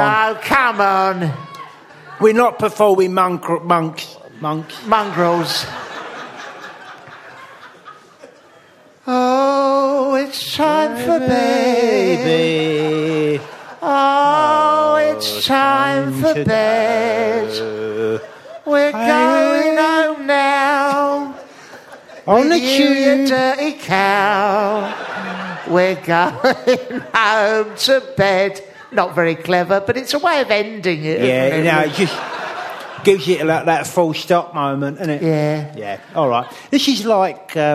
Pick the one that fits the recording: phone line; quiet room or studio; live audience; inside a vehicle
live audience